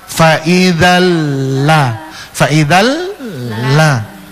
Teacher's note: Ini tanwin ketemu dengan lam, faidalla itu idgham, iya. Tapi bila gunna tampak disertai dengung.